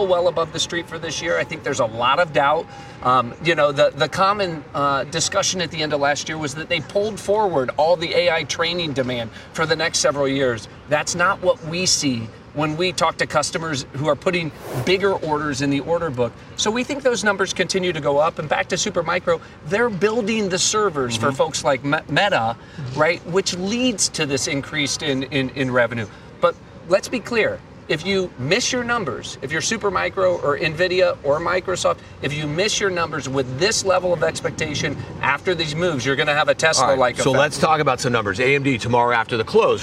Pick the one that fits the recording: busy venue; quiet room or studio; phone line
busy venue